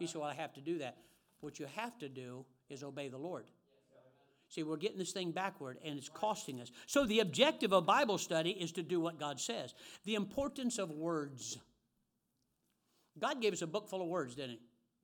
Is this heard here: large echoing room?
yes